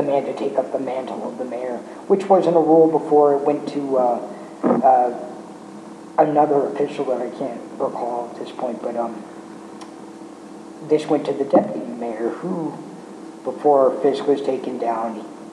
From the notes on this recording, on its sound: technical difficulties run a muck